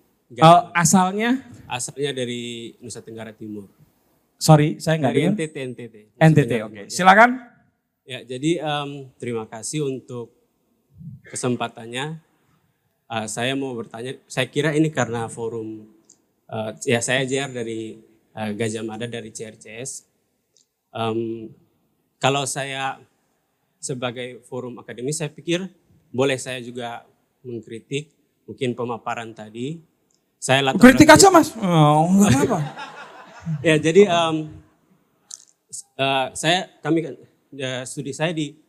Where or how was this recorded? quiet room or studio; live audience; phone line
live audience